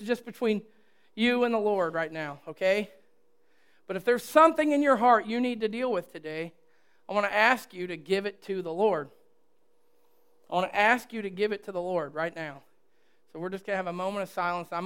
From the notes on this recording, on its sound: recorded at The Calling Community Church located in Platte City, Missouri